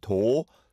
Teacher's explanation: you've got the O vowel sound followed by the R vowel sound, so they are different.